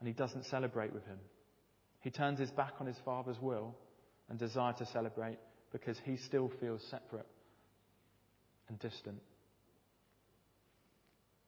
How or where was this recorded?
large echoing room